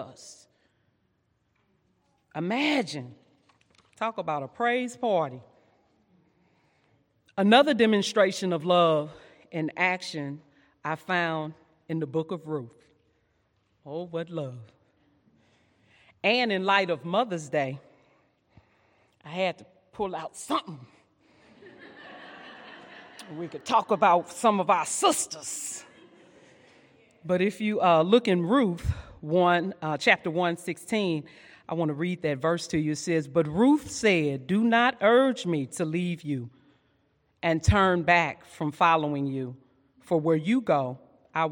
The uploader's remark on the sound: during session 2 at our 2022 Women's Conference